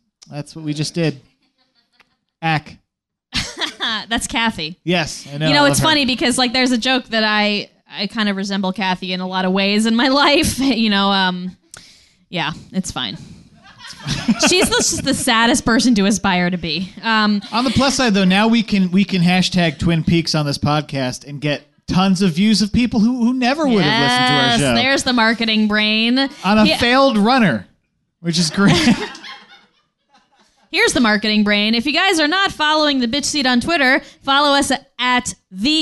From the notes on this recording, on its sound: Recorded live at the Nerdmelt Showroom.